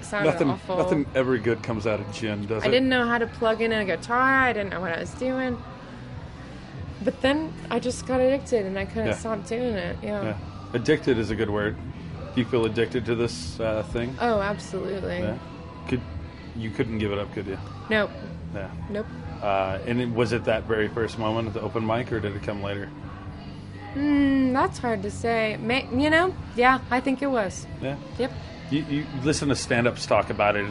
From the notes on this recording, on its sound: Recorded backstage at 3 Kings Tavern in Denver, Colorado.